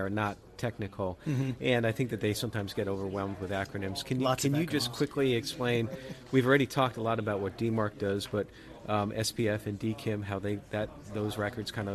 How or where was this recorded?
busy venue